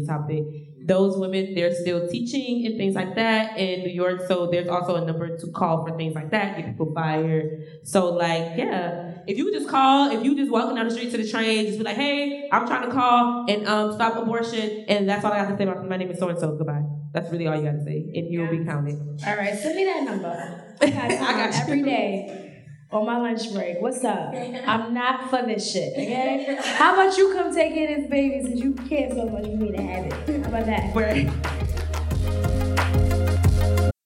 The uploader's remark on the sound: a live taping of #CareFreeBlackGirl